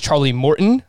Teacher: I cannot pronounce Charlie Morton. I just don't pronounce the T. · Term: glottal stop